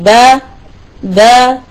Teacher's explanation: فإذا أطلنا صوتها يجب أن ينتج عن هذا ألف صحيحة دون إمالة ولا كذلك مبالغة في الفتح